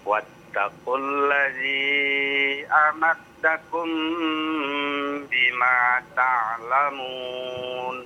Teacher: mim bertemu dengan ba ya, ikhfa syafawi ya, ditahan dua harokat ya